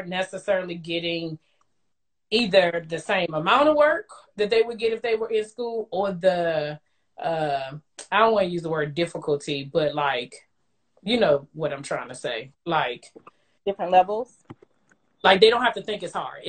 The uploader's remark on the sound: went LIVE with me on Instagram